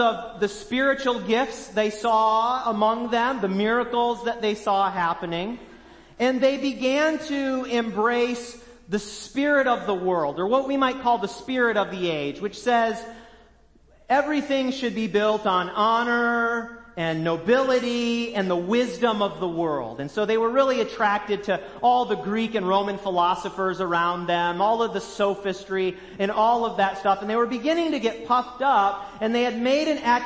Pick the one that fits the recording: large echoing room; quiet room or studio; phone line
large echoing room